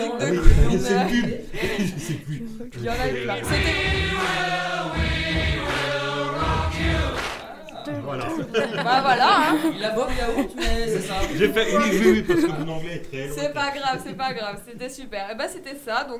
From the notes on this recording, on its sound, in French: A l'occasion, des portes ouvertes du lycée, nous avons enregistrer une émission un peu spécial.